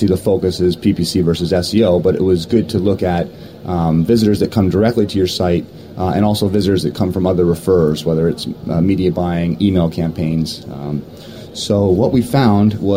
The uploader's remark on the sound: On Location from SES San Jose 2009